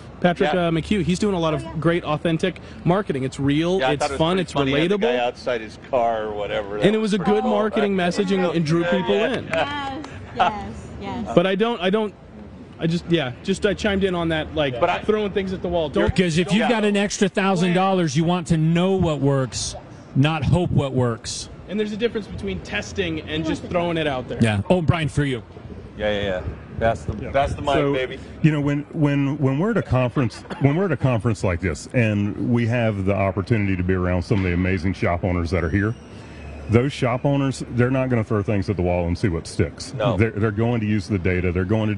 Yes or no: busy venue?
yes